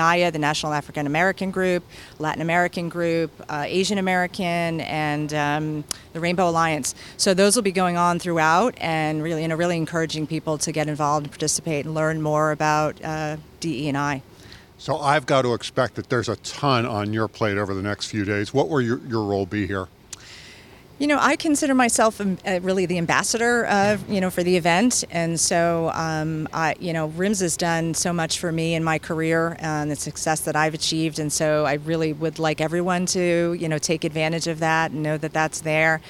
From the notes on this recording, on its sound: This year's event, held in Atlanta, should draw 9,000 participants. Spoke with AM Best TV at RIMS' annual Riskworld conference, held in Atlanta.